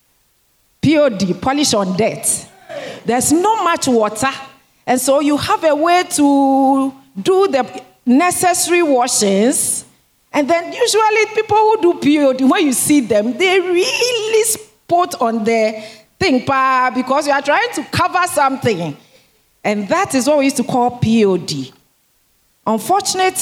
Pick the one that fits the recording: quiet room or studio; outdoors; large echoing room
large echoing room